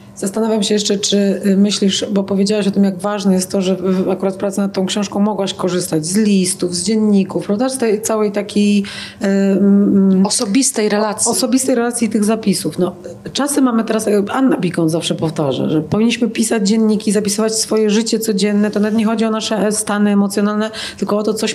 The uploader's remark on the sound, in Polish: Literatura na żywo ze sceny Big Book Cafe!